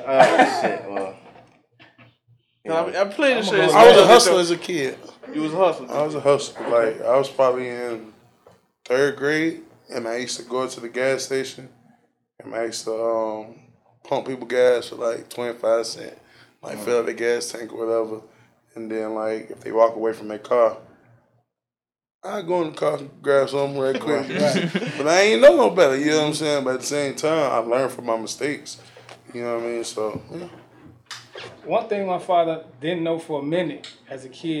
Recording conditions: busy venue